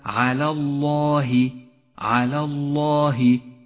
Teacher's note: فخمت اللام من لفظ الجلالة لأنها سبقت بحرف مفتوح